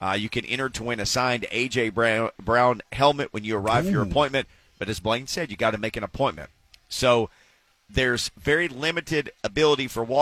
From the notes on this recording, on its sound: Live at the Titans Blood Drive with the Red Cross.